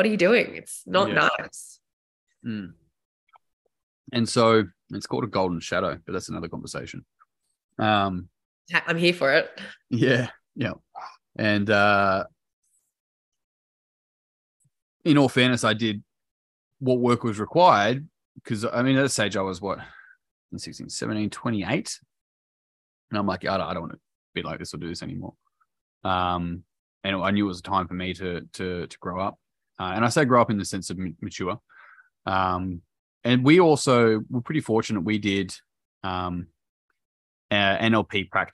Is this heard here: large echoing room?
no